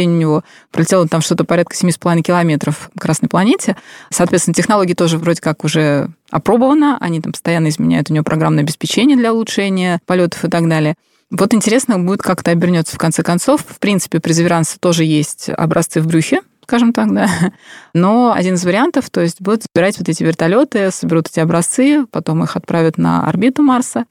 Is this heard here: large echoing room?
no